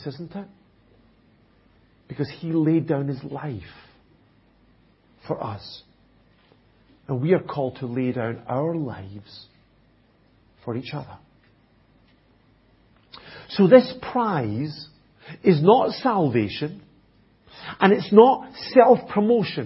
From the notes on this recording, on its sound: At Enniscorthy Christian Fellowship, Enniscorthy, County Wexford, Ireland.